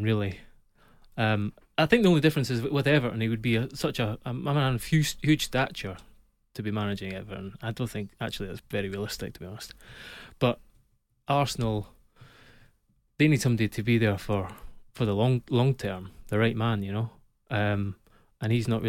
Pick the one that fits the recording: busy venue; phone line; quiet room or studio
quiet room or studio